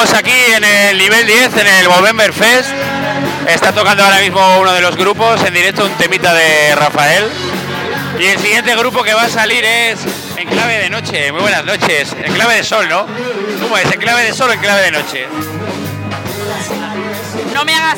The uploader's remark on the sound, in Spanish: Sacamos la unidad móvil de Radio Meruelo a la calle y nos vamos a Santoña al nivel 10 y nos metemos de lleno en el festival benéfico para la lucha contra el cáncer Movember 2023